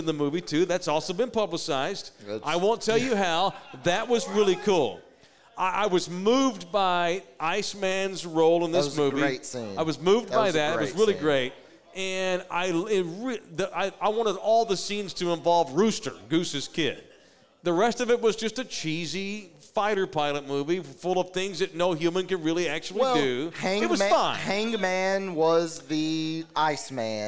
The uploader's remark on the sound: Live from Sam's Burger Joint